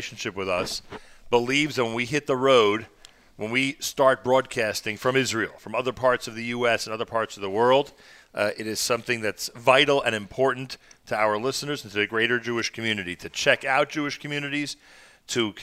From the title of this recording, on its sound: Live from Beth Jacob Atlanta (Day 2)